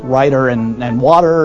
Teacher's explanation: in American English, we often pronounce the T in words like writer and water as D's, but transatlantic speakers will hit that T like it stole something.